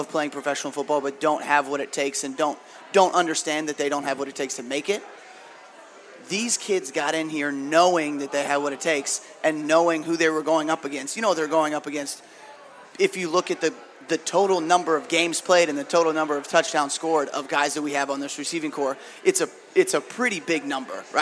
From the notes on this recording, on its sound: State Of The Empire LIVE from the Recovery Room Sports Bar and Grill.